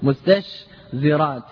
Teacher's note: توسط الشين وهي مهموسة الرخوة، بين التاء وهي مهموسة شديدة، والزاي وهي مجهورة · Term: التنافر